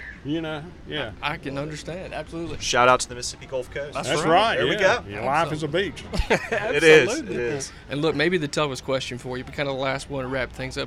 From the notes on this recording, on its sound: on location at the Neshoba County Fair